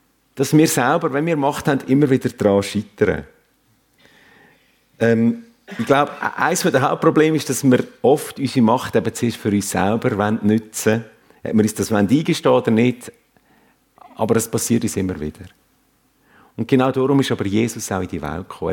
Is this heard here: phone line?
no